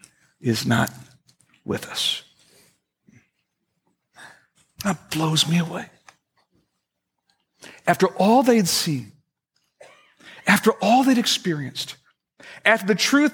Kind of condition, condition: setting, large echoing room